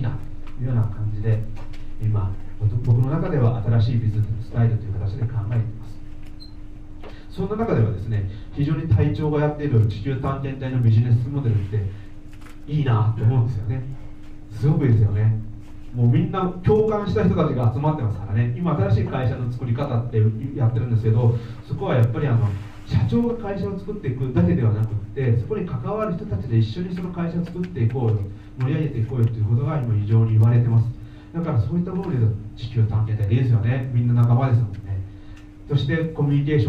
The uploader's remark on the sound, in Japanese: 会場のでの収録の為、雑音もありますがご了承ください。